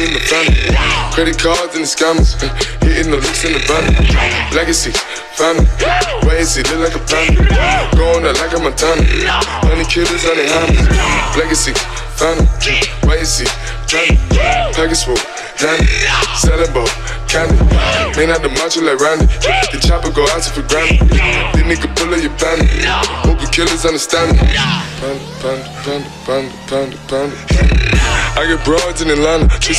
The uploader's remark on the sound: recorded at Candy Shop, Paris 23-03-17